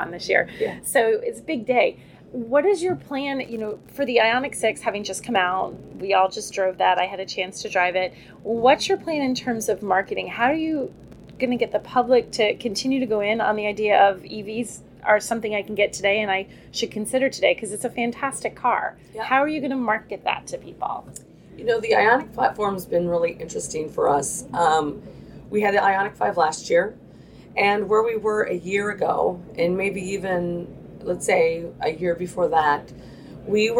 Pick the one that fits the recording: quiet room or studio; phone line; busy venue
busy venue